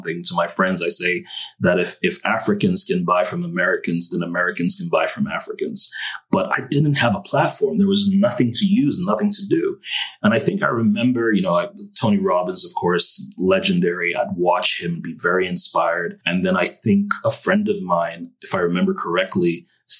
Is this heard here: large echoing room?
no